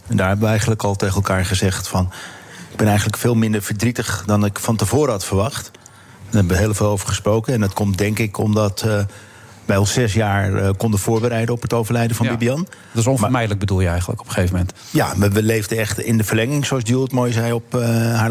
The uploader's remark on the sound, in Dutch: Live vanuit het Double Tree by Hilton Hotel in Amsterdam.